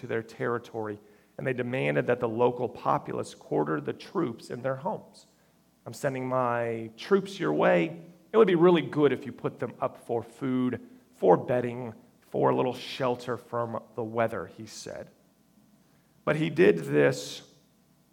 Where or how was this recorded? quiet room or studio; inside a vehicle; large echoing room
large echoing room